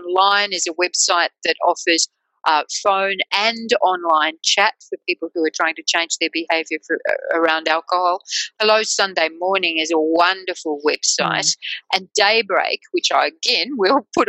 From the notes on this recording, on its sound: In this podcast, based on a recent webinar, our panel will focus.